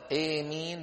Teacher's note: اللغة الثالثة، أيمين بالإمالة مع المد